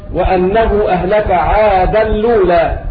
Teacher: بنقل حركة الهمز إلى الساكن قبله. وقد اختلف الرواة عن ورش من طريق الأزرق، فمنهم من أخذ بالقصر قولا واحدا، ومنهم من أخذ بالقصر والتوسط والند.